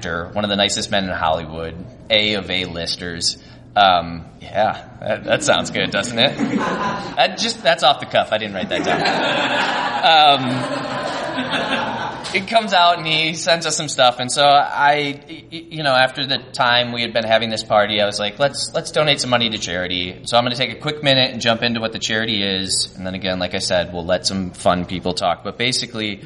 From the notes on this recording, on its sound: Begyle Brewing where we recorded